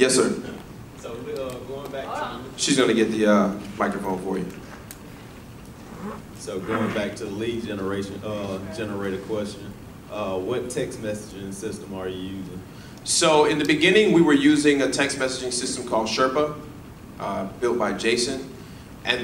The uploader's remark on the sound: Real Estate RoundUp LIVE Keynote 2019